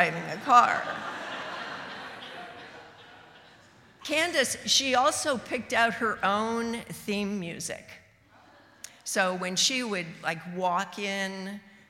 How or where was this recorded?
live audience